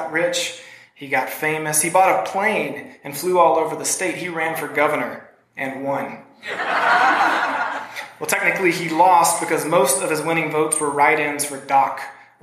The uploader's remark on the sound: Recorded live at the Appalachian Writers' Workshop at the Hindman Settlement School in Hindman, Ky.